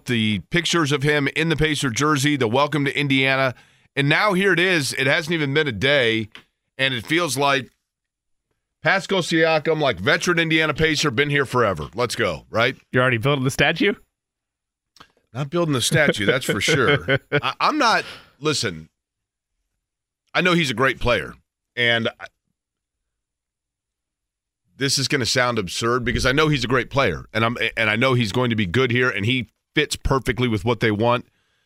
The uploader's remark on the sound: Open the phone lines to see what fans think of the acquisition.